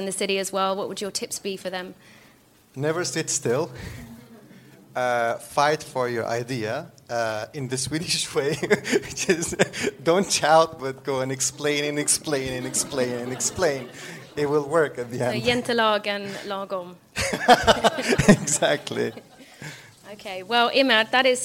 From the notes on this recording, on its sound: Recorded live in front of an audience. This episode was recorded at Sthlm Music House , Stockholm's new hub for entrepreneurs working in music, media and tech.